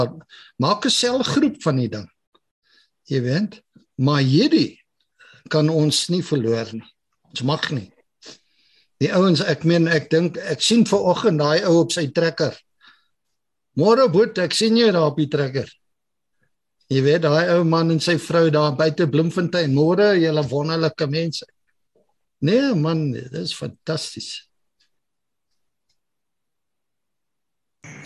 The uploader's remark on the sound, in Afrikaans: Zoom Byeenkoms 27 Januarie 2022